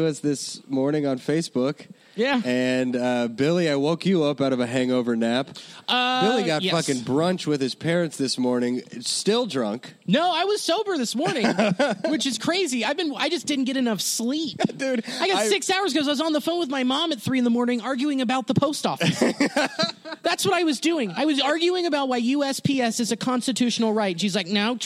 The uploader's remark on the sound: Live From the Go Bananas Parking Lot.